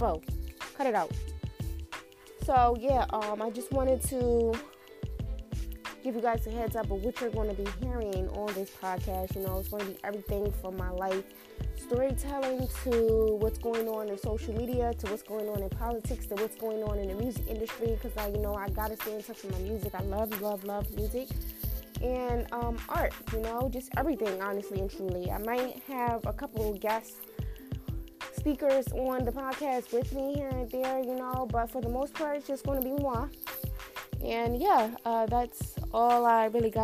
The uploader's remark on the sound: Sorry about the static